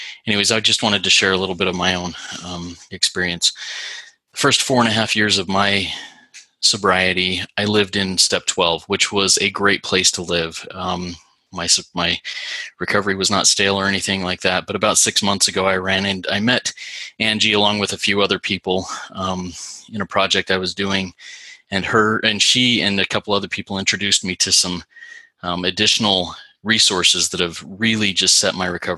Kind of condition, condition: link, video call